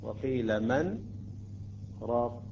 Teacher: لاحظتم السكت، يجب ألا نتنفس من خلال السكت. لا، وقيل من راق بدون أخذ بالنفس وبدون أن ندغم